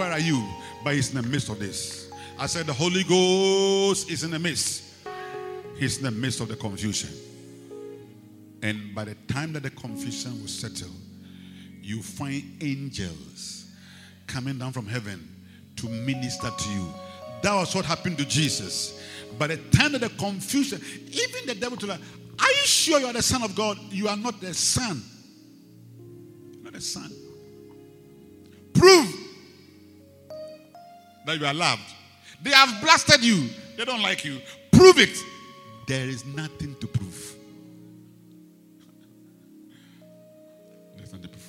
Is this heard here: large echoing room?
yes